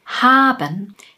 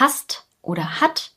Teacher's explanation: Das A in haben ist lang, haben. Das A in hast oder hat ist kurz. · Term: langen und kurzen Vokalen